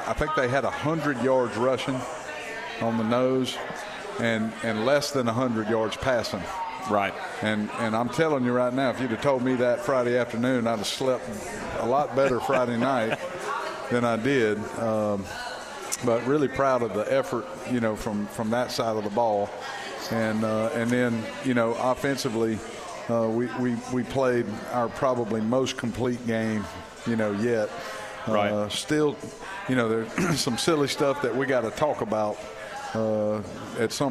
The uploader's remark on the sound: brought Hawk Talk to Moe's Original Barbecue in Old Cloverdale